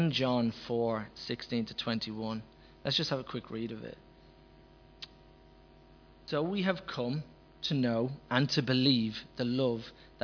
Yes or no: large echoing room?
yes